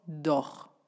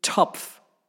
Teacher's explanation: Das D wird nämlich mit einer Stimme gesprochen und das T wird ohne Stimme gesprochen. Aber von der Mundstellung her, was die Zunge so macht, was die Zähne machen, was der Kiefer macht, das ist alles gleich.